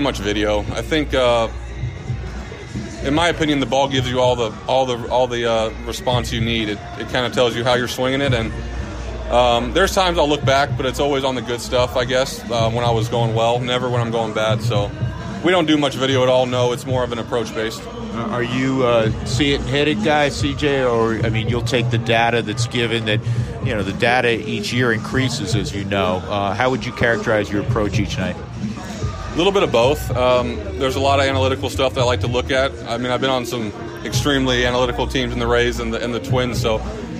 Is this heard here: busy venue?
yes